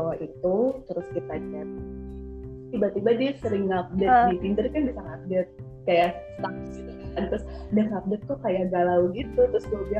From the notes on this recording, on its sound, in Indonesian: Sorry, kualitas suara kurang bagus.